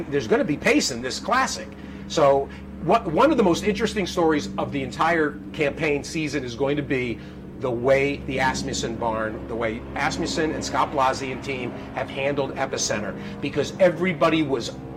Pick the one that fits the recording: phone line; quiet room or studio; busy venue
busy venue